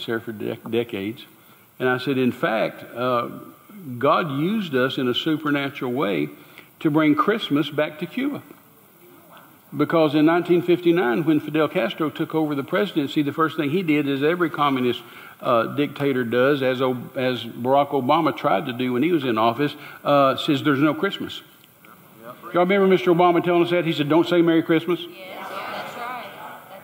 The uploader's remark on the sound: Recorded LIVE at Church on the Rock, Georgetown, Tx.